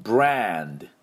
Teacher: 鼻をふんって鳴らしてドって飛びます